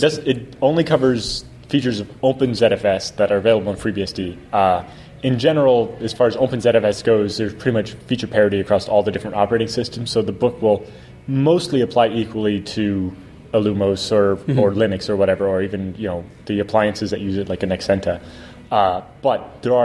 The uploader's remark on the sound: at vBSDCon in Reston, Virginia